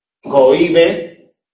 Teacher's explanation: Es decir, cohíbe es un hiato porque fonéticamente entran en contacto dos vocales, porque fonéticamente la H no existe